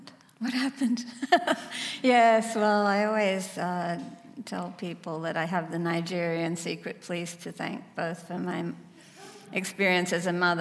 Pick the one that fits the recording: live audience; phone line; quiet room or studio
live audience